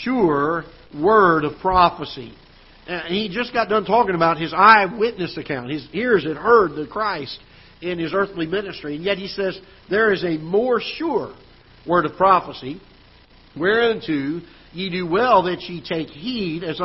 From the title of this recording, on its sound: Ketha Heights Baptist Church ~ Live Broadcast